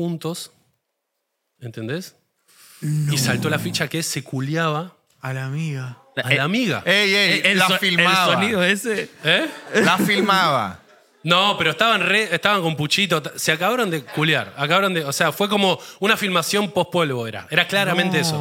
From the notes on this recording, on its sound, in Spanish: Estamos EN VIVO en el TEATRO CHACAREREAN